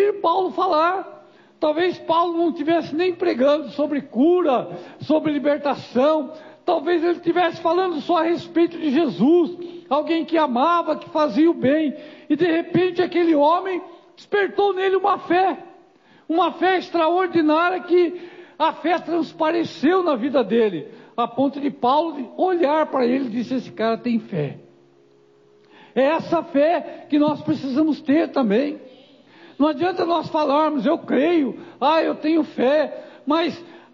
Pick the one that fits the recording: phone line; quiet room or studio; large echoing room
large echoing room